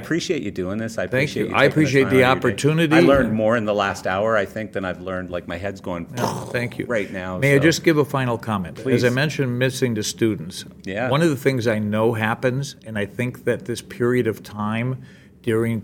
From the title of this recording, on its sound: Live from LDI